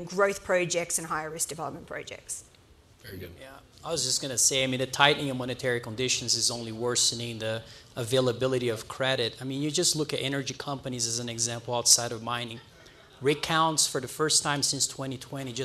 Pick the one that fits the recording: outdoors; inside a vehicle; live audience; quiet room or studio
live audience